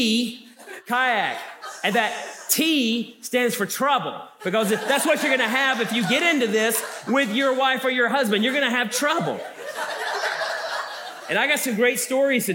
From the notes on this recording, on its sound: Special Edition from The Ridge Sunday Audio: this is the afternoon session from Revive Marriage Conference 2022.